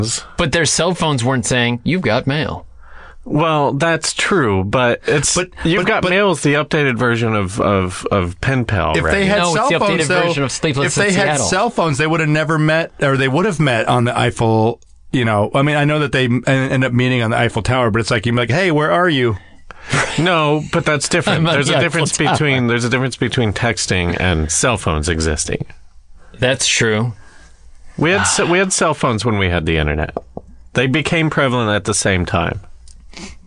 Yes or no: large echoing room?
no